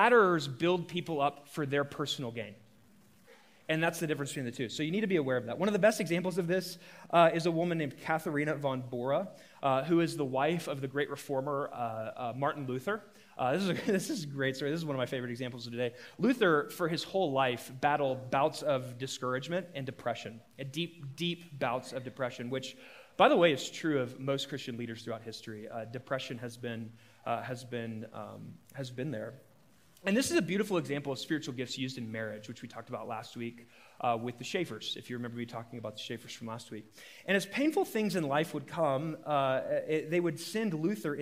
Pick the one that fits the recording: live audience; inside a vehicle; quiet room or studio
live audience